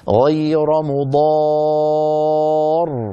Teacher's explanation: المد الطويل الذي مددناه، طويل يعني بمقدار 6 حركات · Term: مد لازم كلمي مثقل